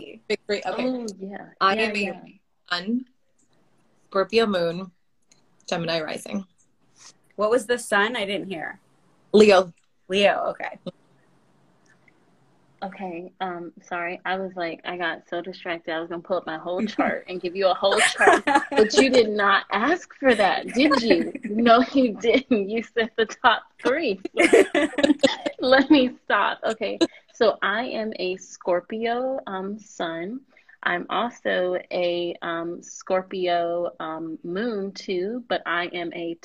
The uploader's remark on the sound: IG Live conversation. We record on Anchor.